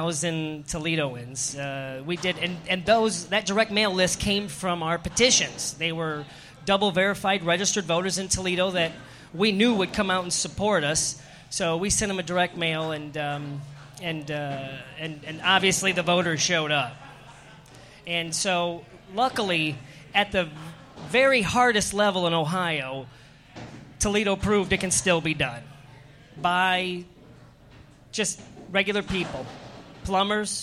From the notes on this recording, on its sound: Live from Columbus, Ohio, Women Grow event